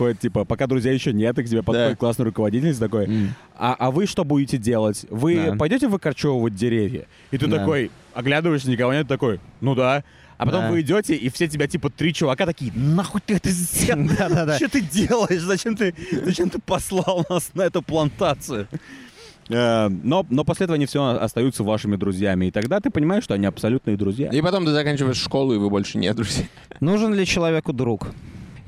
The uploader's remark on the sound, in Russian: Мы не будем бесконечно записываться на пляже